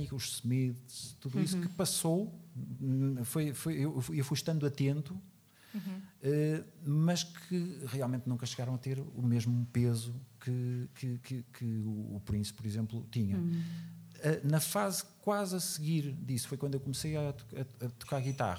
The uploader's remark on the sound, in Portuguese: … AO VIVO. Chasing Rabbits Record Store.